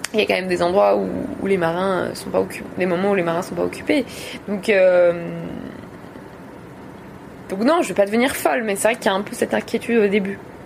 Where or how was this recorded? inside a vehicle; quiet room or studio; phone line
inside a vehicle